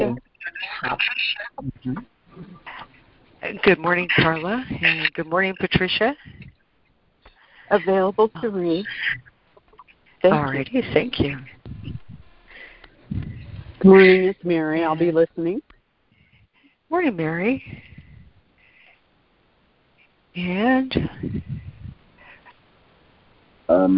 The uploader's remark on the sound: ACIM Daily Conference Call